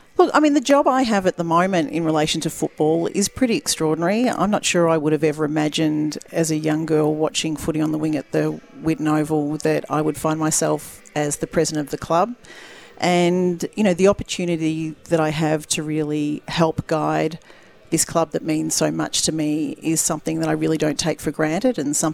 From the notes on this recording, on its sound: live from Mars Stadium in Ballarat